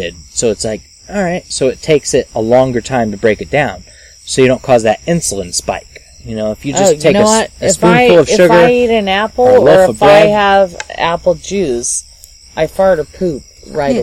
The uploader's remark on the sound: We recorded this episode on the porch and at night so there are some lovely ambient noises that snuck past the noise removal process.